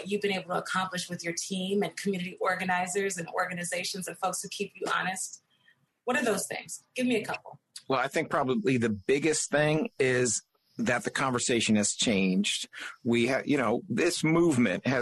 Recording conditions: video call